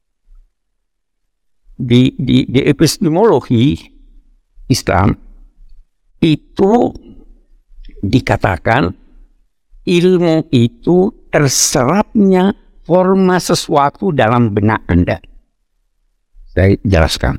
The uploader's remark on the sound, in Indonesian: Podcast episode ini merupakan hasil rekaman pada Februari 2023, yang diambil dari kajian Kuliah Umum Program PKU Masjid Istiqlal.